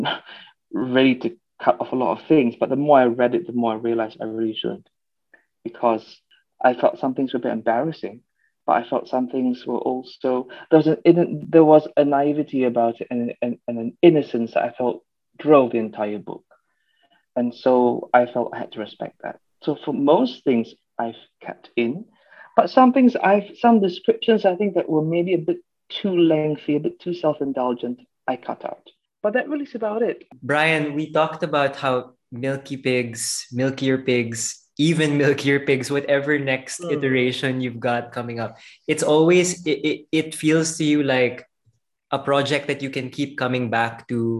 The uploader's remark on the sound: over Zoom call